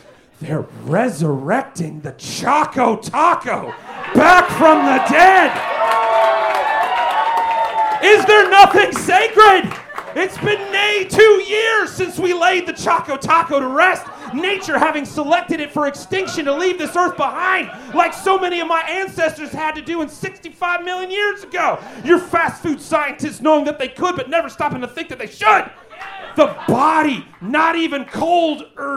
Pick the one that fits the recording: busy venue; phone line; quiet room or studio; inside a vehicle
busy venue